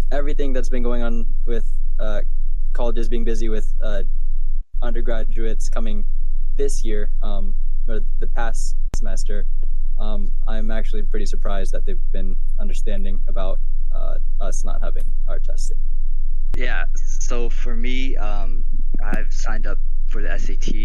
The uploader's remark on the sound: Sorry about the audio quality if it is bad during this episode, we recorded this remotely from our homes.